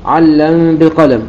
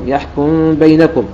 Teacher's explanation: فكلها يقرأها السوسي بالإخفاء في هذه الحالة، تكون الميم مخفية في هذه الحالة، ولم يعبر عنها الناظم بالإدغام لأنه لم يتحقق الإدغام وإنما تحقق فيها الإخفاء.